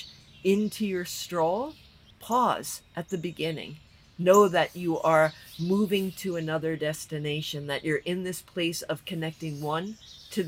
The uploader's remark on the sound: This episode is the first time since the end of Season 2 that the two hosts recorded from the same place. Backyard gazebo to a natural soundtrack of a variety of chirping birds.